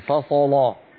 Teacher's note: فخم اللام يا بنتي، فصل ورش فخم اللام